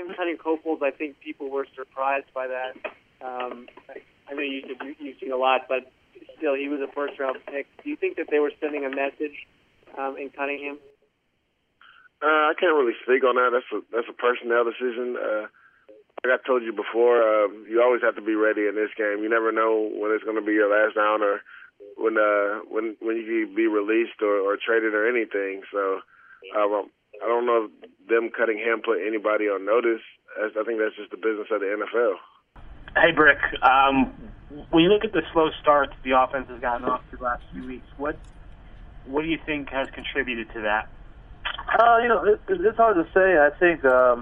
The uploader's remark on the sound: Addressed Reporters on a Conference Call.